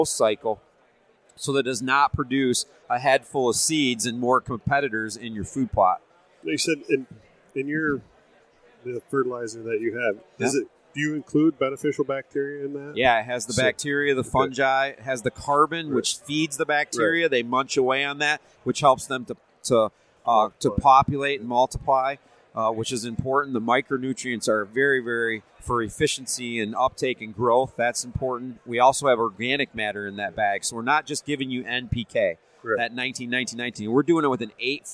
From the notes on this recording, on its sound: This episode was recorded at the Grand Rapids Huntin Time expo so it show through in the audio but doesn’t take away from the content.